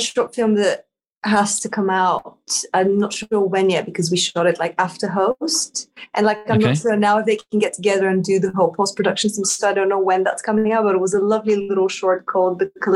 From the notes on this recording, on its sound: jumps onto Zoom and has a natter